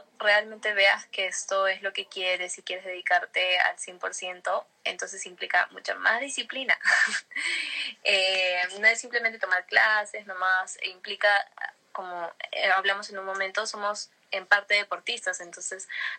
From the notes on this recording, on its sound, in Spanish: el audio del Instagram Live